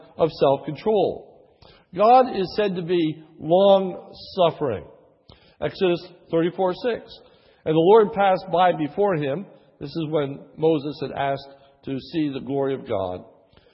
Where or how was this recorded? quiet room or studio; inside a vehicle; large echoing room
large echoing room